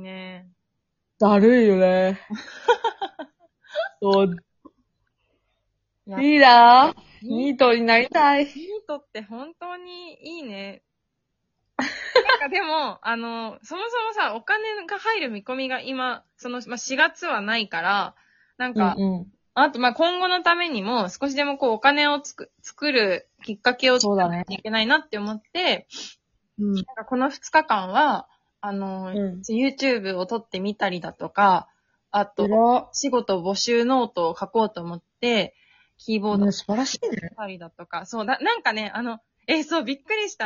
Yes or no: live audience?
no